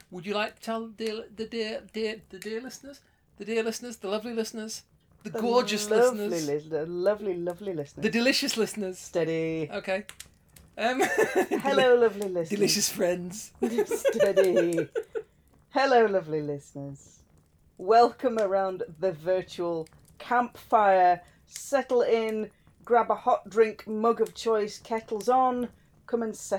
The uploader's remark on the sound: Background fire ambience